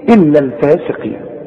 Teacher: والقاف في آخر درجات التفخيم